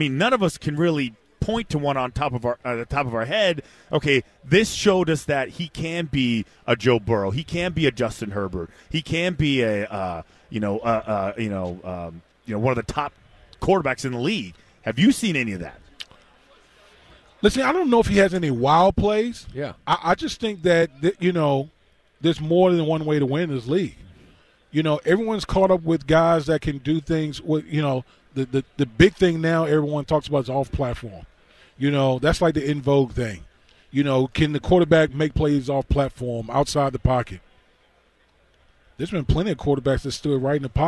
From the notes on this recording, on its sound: live from Radio Row in LA